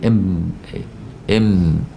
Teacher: اخر الحروف ومخرجها من الفم بالتقاء الشفتين طبعا · Term: الميم